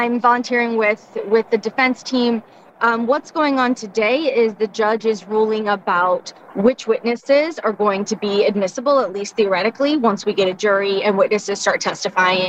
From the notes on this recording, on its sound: LIVE at the courthouse.